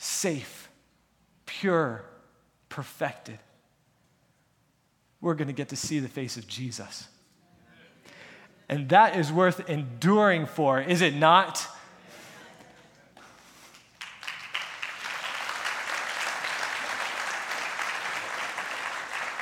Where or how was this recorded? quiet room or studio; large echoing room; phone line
large echoing room